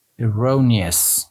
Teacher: The stress is over the second syllable.